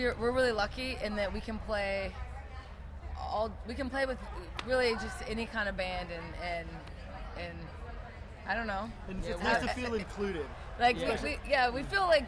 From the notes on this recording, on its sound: at Download Festival 2019